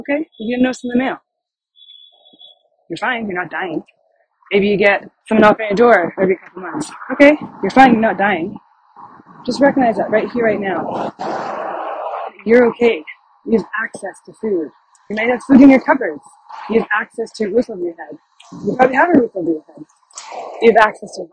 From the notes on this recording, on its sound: I recorded this podcast while I was walking, and so audio quality is not optimal.